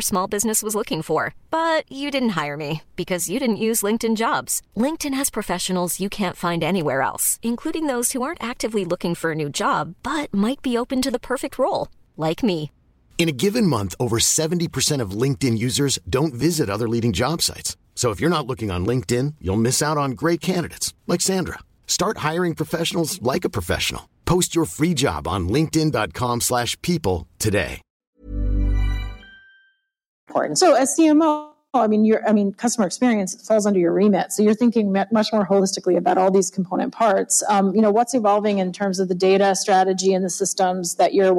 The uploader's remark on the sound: special episode of Marketing Vanguard live from Commerceweek